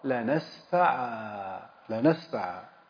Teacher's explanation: الوقف على المؤكد بالنون الخفيفة يكون بقلبها ألفا